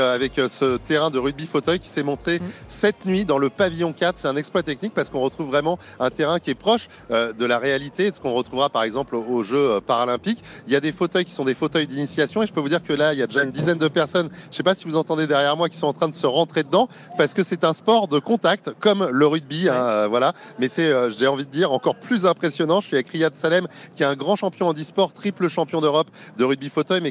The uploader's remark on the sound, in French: En direct du SIA